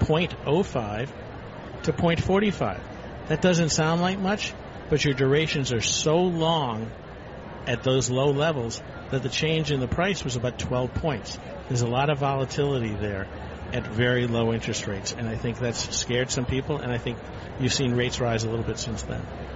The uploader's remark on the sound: Live from the 2016 US Tennis Open.